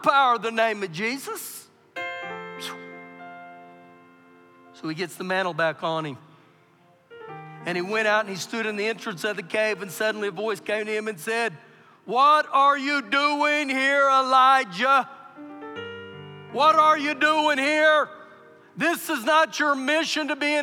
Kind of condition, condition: setting, live audience